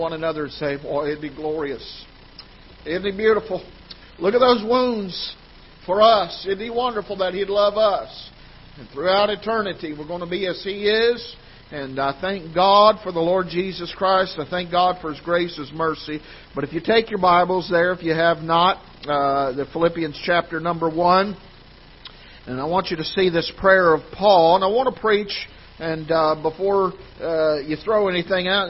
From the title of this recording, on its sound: Ketha Heights Baptist Church ~ Live Broadcast